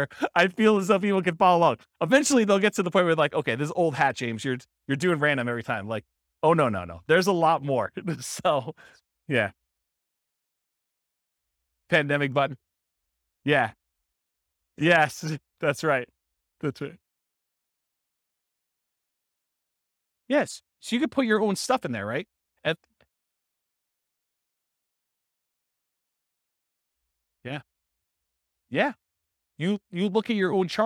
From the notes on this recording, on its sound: This was a live class recorded